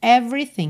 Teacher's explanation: também o segundo E, não aparece. Everything, do V, você vai direto pro R.